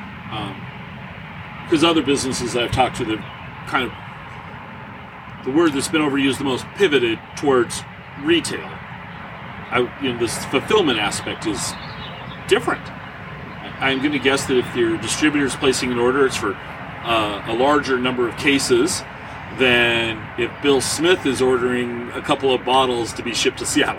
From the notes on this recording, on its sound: We are sitting outside the Snowdrift tasting room during our conversation. You will hear the sounds from a working orchard throughout the episode.